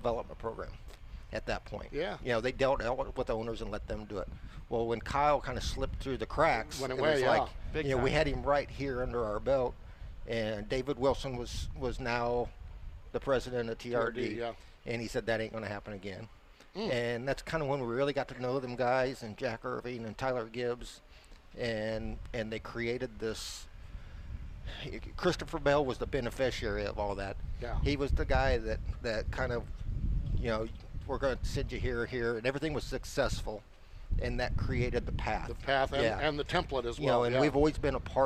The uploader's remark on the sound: live from the Keith Kunz Motorsports Giveback Classic Presented by TRD